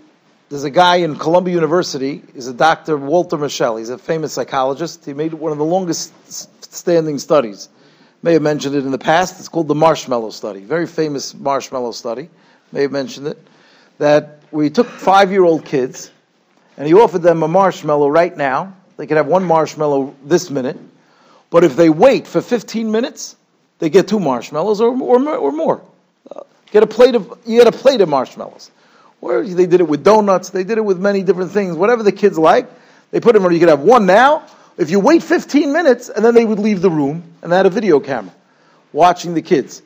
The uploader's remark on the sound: Shiur recorded in Yeshivas Ohr Reuven, Monsey, NY.